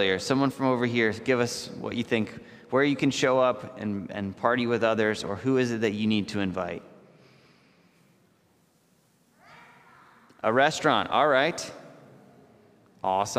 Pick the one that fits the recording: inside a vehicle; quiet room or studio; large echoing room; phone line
large echoing room